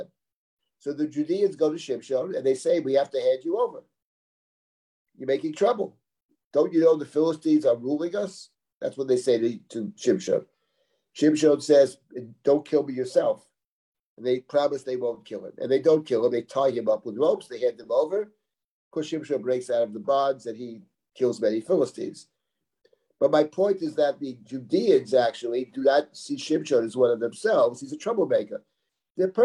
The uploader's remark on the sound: This audio was originally captured from Zoom